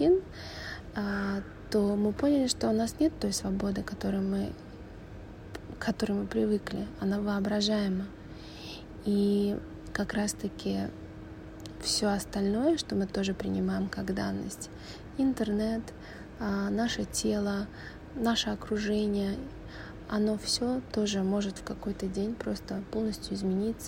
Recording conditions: phone or laptop microphone